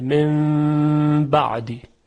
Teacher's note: در اثر همجواری و همنشینی نون ساکن و حرف با، نون ساکن تبدیل میشه به میم، به میم ساکن که در تجوید بهش میگن اقلاب یا قلب به میم، انشالله بعدن توضیح میدیم.